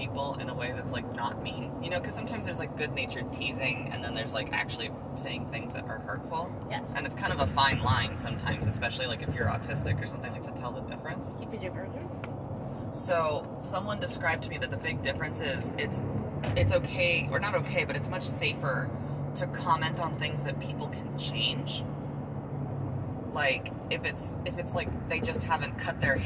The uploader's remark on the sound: This is the first episode with a guest! Its just me and one of my parents talking while driving somewhere.